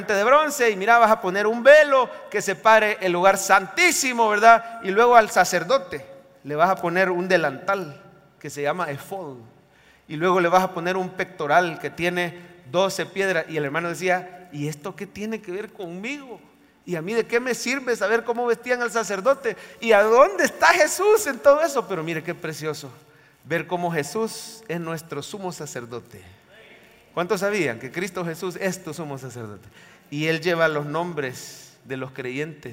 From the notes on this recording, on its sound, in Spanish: En vivo desde el Centro Familiar de Adoración CEFADCHURCH